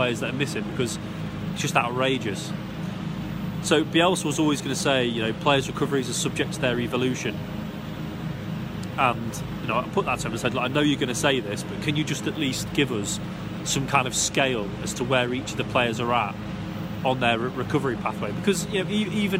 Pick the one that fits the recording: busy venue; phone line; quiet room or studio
busy venue